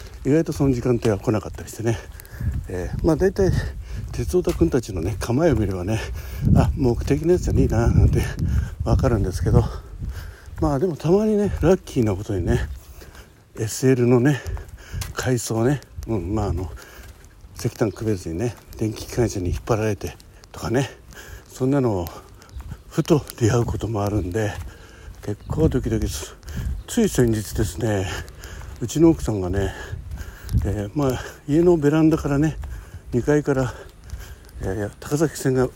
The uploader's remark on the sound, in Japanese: 駅に向かう歩きながら収録っす。From Radiotalk。